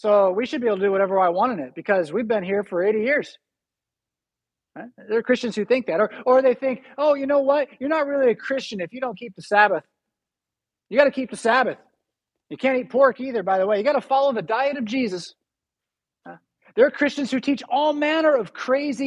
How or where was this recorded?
large echoing room